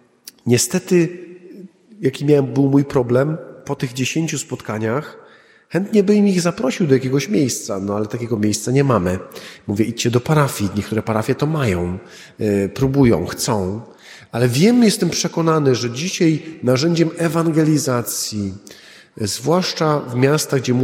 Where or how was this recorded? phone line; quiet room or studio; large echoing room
large echoing room